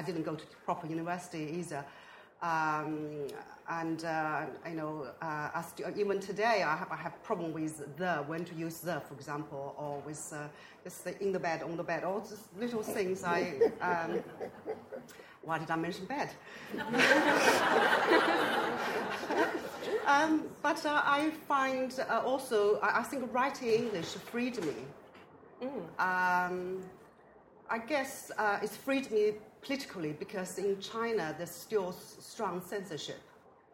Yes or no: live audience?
yes